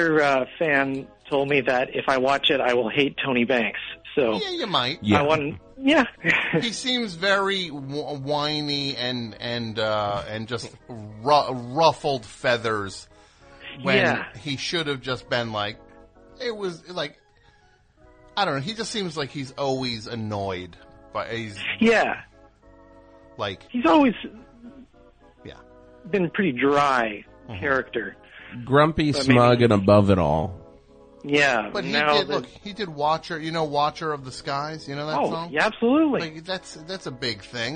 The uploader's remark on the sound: The bi-weekly overtime show for The Best Show. Completely unscreened phone calls moving at a rapid fire pace!